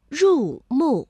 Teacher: 我们会感受到这个入啊并没有从五降到一